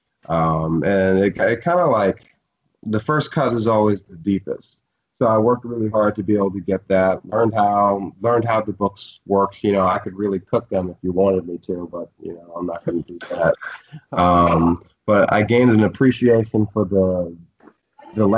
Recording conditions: video call